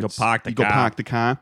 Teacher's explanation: like Boston, where they don't pronounce the R · Term: non-rhotic